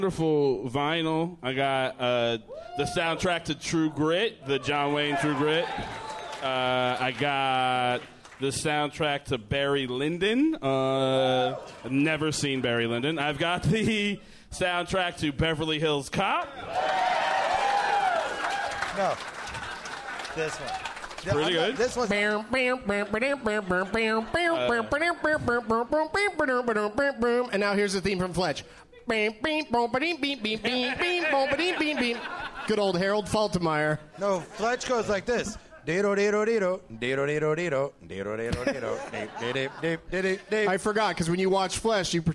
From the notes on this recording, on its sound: Live from Hyena's in Dallas